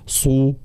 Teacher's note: الصاد مفخمة مطبقة ومضمومة، فلا بد كذلك من بيان حركة الضم بضم الشفتين